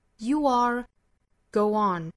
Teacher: you are 和 go on 都是要加小小的窝的发音来连贯两个元音的